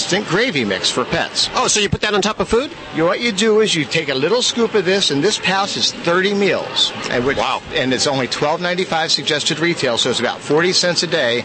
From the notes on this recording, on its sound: Live From SuperZoo in Las Vegas, it's Animal Radio's New Pet Product Special from the floor of the largest pet-trade show in America. Live From SuperZoo in Las Vegas, it's Animal Radio's New Pet Product Special from the floor of the largest pet-trade show in America.